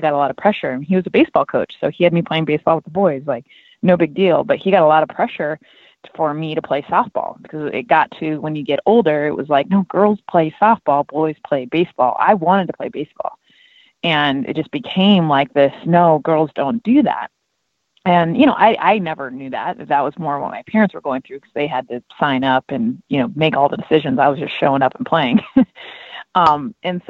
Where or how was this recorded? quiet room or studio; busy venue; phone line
phone line